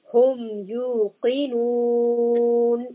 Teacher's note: قَاف is a heavy sound, so mouth should feel full and the back of the tongue should be raised.